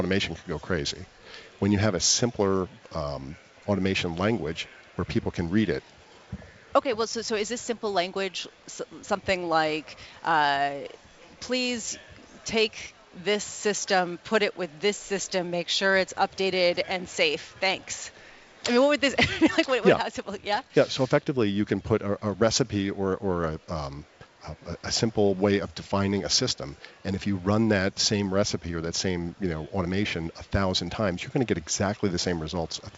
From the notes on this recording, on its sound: Live from the 2017 Red Hat Summit in Boston